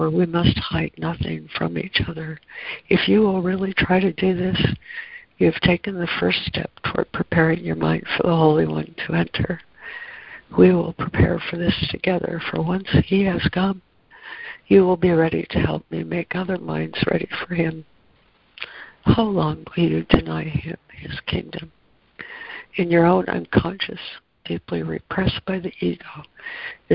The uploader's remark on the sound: ACIM Daily Conference Call.